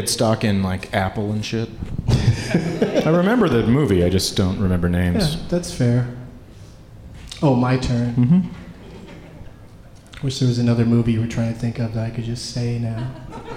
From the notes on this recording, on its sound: Live from the Variety Playhouse in Atlanta